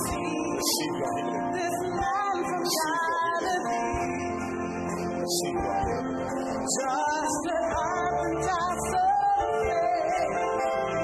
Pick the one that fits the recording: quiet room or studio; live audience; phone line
live audience